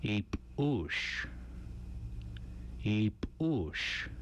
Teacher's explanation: The hard P sound is made by pressing the lips together, stopping the outgoing breath, and then releasing it, with the throat made tense and the vocal cords closed and then popping open. It sounds like the P sound with a catch in the throat.